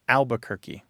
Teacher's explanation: That first R just poofs goes away. · Term: R Dissimilation